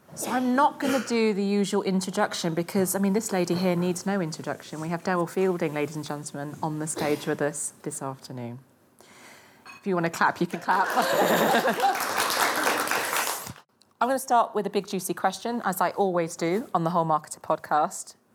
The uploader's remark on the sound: SPECIAL LIVE Episode. Recorded in front of a live audience at The Whole Marketer Live Event.